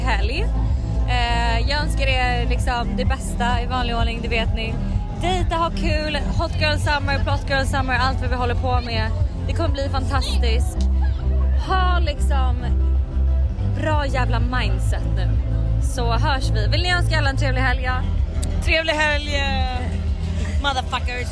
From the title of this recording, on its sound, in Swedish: LIVE från bråket på Lollapalooza